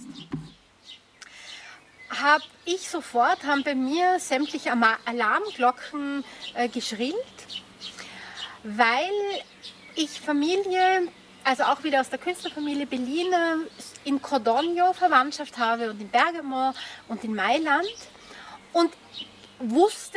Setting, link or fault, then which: setting, outdoors